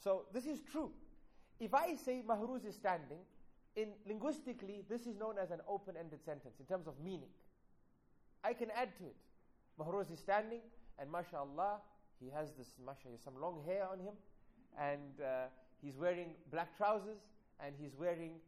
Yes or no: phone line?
no